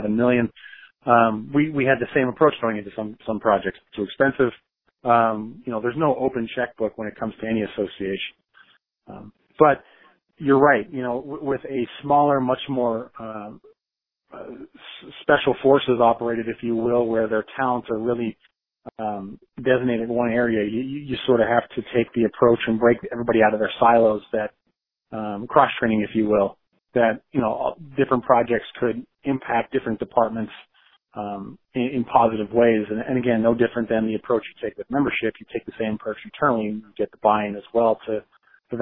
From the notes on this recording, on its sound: I spoke over the phone